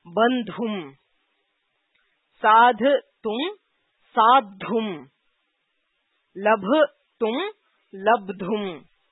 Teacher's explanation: If the dhatu ends in a mahaprana, like dhakara or bhakara, so the mahaprana of the dhatu becomes alpa prana, and the tumun, the ta itself becomes dha. Okay. So you have bandh tum, so the dha becomes dha, and ta becomes ta of tumun becomes dhu, bandhum.